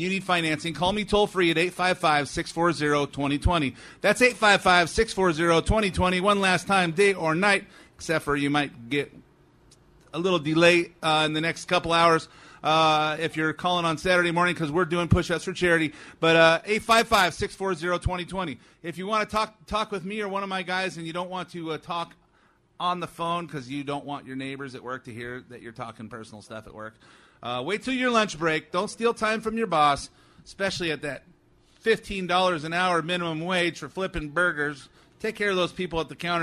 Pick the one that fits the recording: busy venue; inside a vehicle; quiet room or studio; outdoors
busy venue